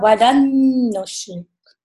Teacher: نون ساکن ہے اور اس کے بعد نون آ گئی ہے، تو کمپلیٹ ادغام ہوگا